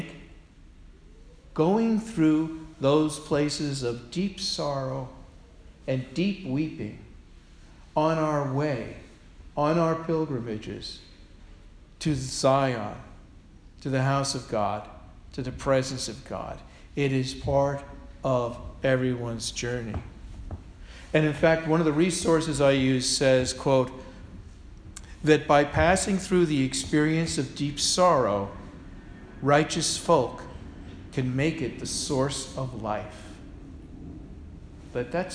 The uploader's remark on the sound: Sermon delivered on Sunday, October 23, 2016 at All Souls Parish Presbyterian Church, Portchester, New York.